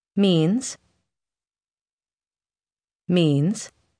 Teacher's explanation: Вы обратили внимание на приглушенный звук z на конце слова means?